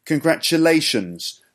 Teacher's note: The fourth syllable is the stressed one.